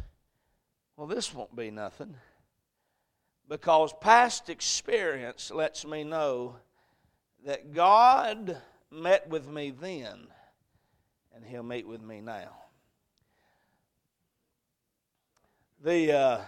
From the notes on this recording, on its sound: A message preached at Crossroads Baptist Church.